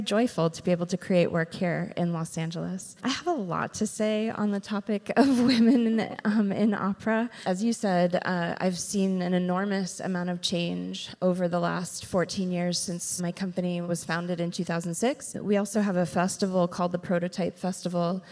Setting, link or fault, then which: setting, live audience